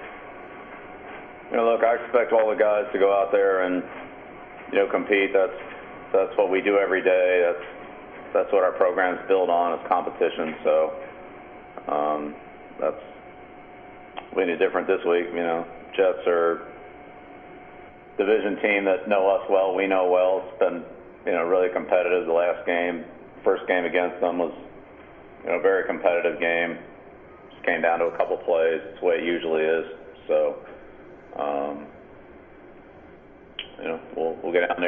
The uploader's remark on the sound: Opponent Conference Call. Head Coach of the New England Patriots Speaks with the New York Media.